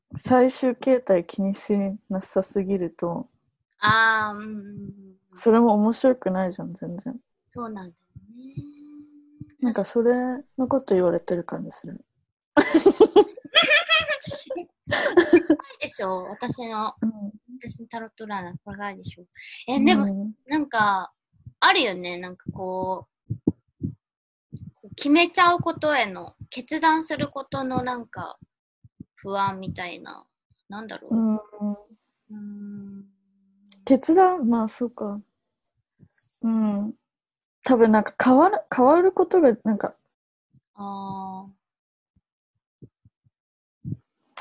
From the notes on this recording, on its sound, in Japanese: zoomで）